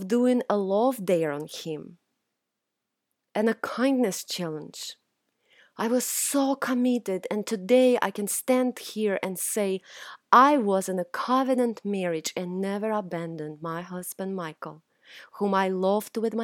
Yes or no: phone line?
no